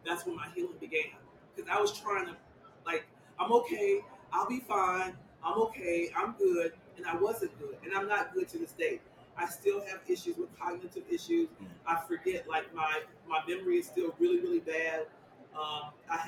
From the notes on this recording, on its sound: Recently, CashColorCannabis was live in Las Vegas for the annual MjBiz Conference. Every year, thousands of people descend onto the city of sin to network, talk shop, and build up brand awareness.